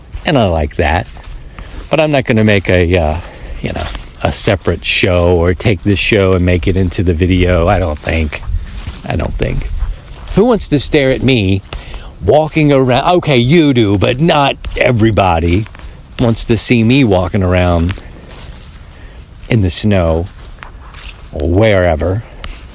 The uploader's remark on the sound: Walk and Talk • Mobile DX. We head back to the field for the old walk and talk.